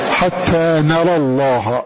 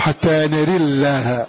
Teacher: فهذه الإمالة كسرت هذه الراء، فصارت اللام مسبوقة بكسرة · Shown in: second take · فقال لك في هذه الحالة أن ترقق فتقول حتى نري الله، ولك أن تفخم، لأن عاد الأصل حتى نري الله، هذان وجهان خاصان بمن يميل في حال الوصل هذه الراءات في حال وصلها بلام لفظ الجلالة.